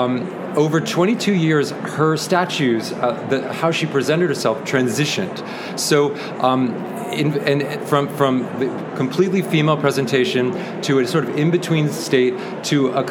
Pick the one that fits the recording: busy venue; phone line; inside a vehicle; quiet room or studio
busy venue